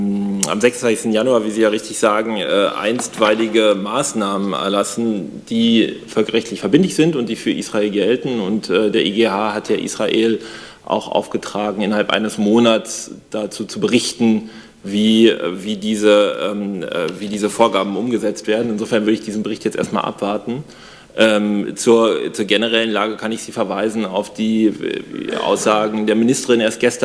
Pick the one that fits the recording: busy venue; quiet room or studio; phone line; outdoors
busy venue